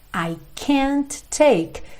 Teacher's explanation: Junta o T do can't com o T inicial do take